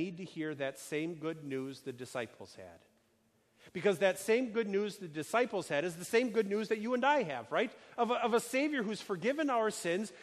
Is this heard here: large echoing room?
yes